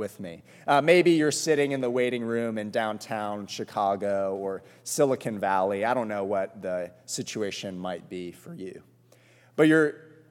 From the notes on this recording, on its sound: This sermon was preached at All Souls Presbyterian Church on May 8